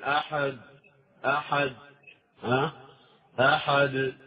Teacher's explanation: يعني تشعر أنه فيه كأنه همز في النهاية · Term: همزة